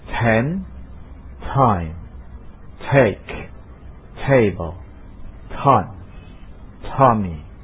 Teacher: Dan ini adalah sekarang bunyi plosif yang terakhir yaitu bunyi ta. Oke, ini termasuk voiceless dental plosive